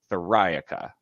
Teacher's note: It's like Metallica, where you emphasize that second syllable